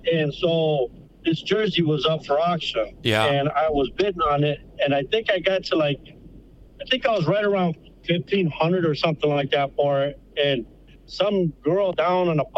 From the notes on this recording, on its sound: joins the show via phone